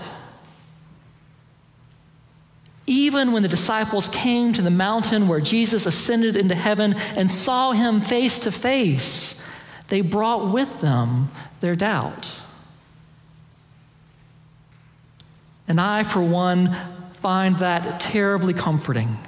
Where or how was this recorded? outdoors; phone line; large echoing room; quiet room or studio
large echoing room